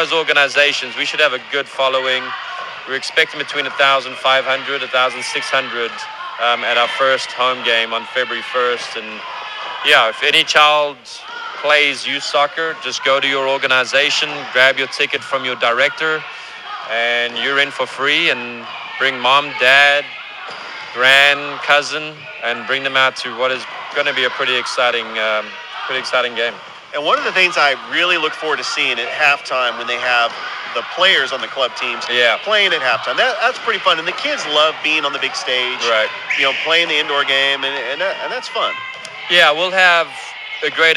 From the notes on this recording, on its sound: Live Show on location at Girls Inc in Columbus, GA